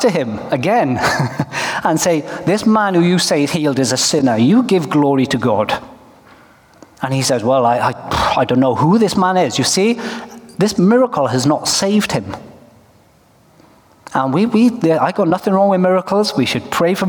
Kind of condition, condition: setting, live audience